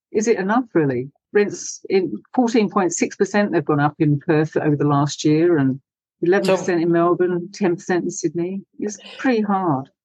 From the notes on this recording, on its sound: There’s a different sound to the Flat Chat Wrap this week. It was recorded over Zoom. It’s been hastily edited on his laptop in between hikes, hotel moves and failing internet.